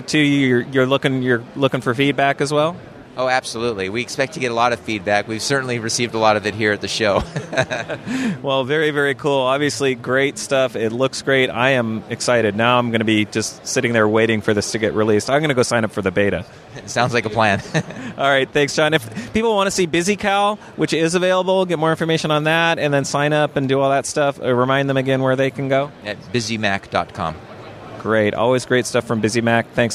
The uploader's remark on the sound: A special episode of the Maccast with the third day of interviews from the expo floor at Macworld/iWorld 2014.